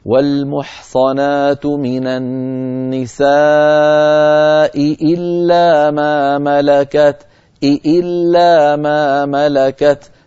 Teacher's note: فالتقى في النطق همزتان متتاليتان كلتاهما مكسورة، فعلى القارئ أن يبين كلتا الهمزتين هكذا: والمحصنات من النساء إلا ما ملكت فيبين الهمزة الأولى ويبين الهمزة الثانية من غير تكلف ومن غير تنطع، وإنما بيان فقط.